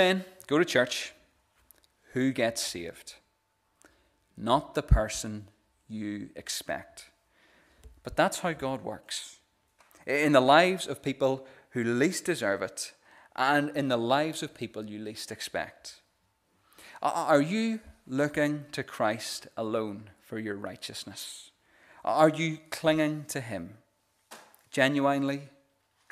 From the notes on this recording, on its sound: This is the recording of the Bible reading and sermon from our morning service